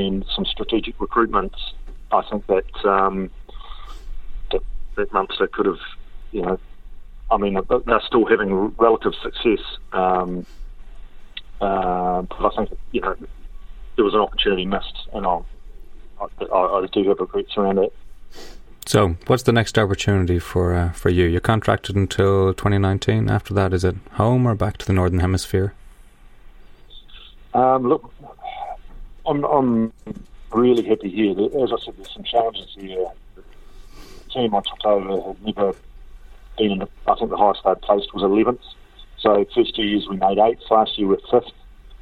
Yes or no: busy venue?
no